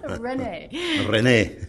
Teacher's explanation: You're pretty famous for the way you, we say, trill your R's.